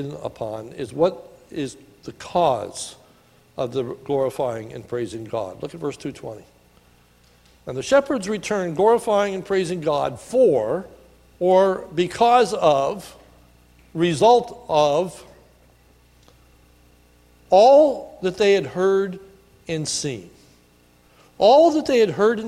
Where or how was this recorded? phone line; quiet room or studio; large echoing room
large echoing room